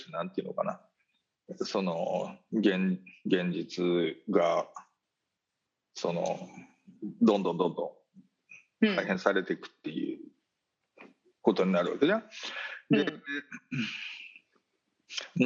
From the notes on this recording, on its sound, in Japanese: 本収録はビデオ会議サービス「Zoom」を使用し。一部聞き取りづらい箇所があります。